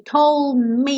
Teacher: Então, aí mesmo que esse D não vai aparecer, porque do told me, eu já estava fechando a boca para o me, e aí o D sumiu